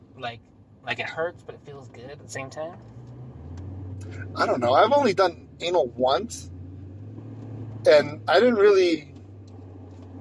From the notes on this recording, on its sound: The Bunk buddies do their first podcast live, together, in a truck, on the freeway, in Los Angeles. The long awaited reunion of the bunk buddies takes place on the 5 freeway.